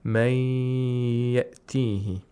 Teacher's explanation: So here we have Ya, which is one of the letters of Yamun, and so we have to nasalize the Ya while holding it with Tashdeed. · Term: إدغام